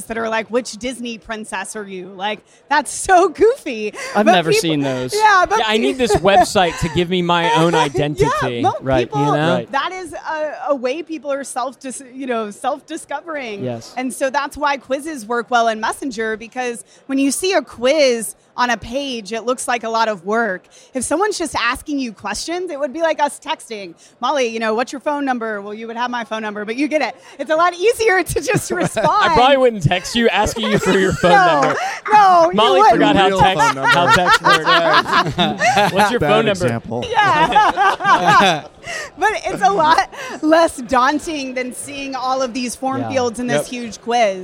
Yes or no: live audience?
yes